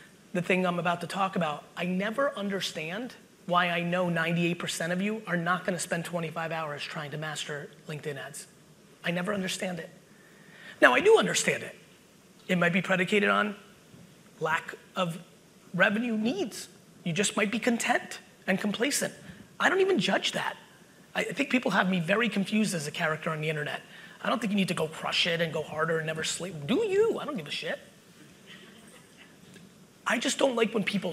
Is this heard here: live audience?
yes